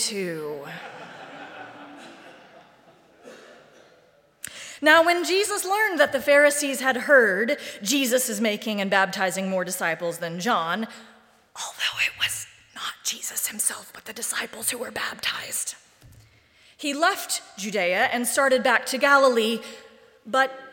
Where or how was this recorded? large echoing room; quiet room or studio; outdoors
large echoing room